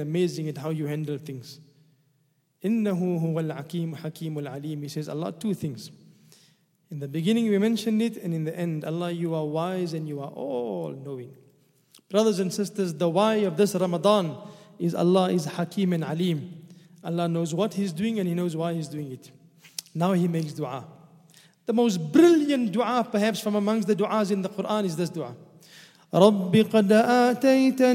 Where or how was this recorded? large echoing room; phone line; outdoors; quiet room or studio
large echoing room